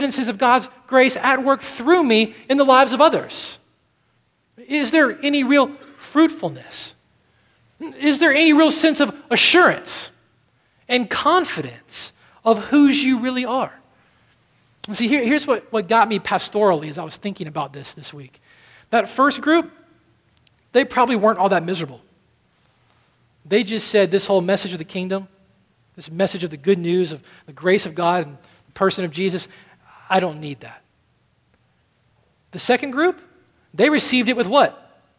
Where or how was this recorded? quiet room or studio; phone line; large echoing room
large echoing room